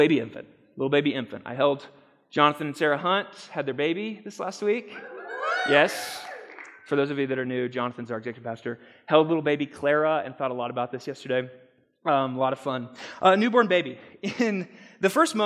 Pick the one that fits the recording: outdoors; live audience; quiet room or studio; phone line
live audience